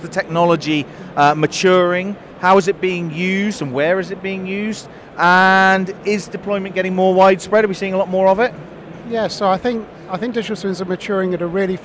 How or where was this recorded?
busy venue